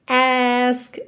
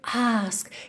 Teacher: Tá aí outro ponto que … deixou bem marcadinho nessa música de diferença entre o inglês americano e o britânico. Não é todo cantor britânico que dá essa verticalizada no A. · Shown in: second take